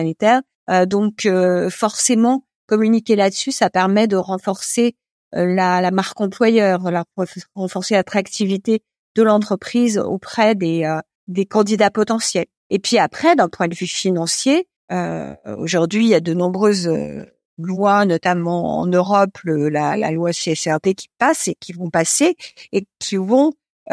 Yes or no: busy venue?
no